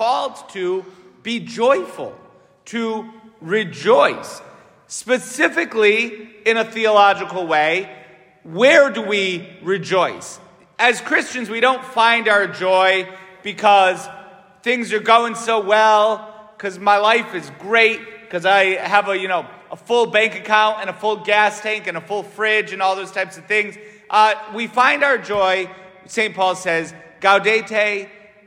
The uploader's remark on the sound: St Francis Catholic parish homily